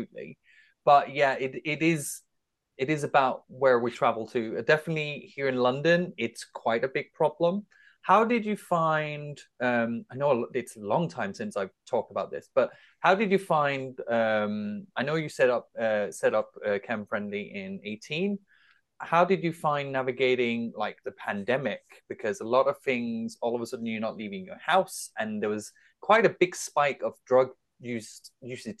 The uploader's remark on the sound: on Zoom